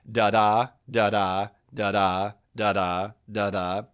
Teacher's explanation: An iambic meter is da da, da da, da da, da da, da da. We could break that down into little sections of two syllables, first unstressed, second stressed.